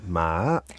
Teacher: We go, that's the third tone. So we go down a bit and then up.